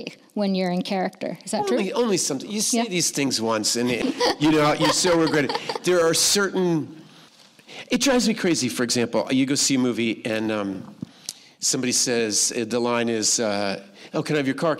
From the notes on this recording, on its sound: Recorded live at The Stockholm International Film Festival.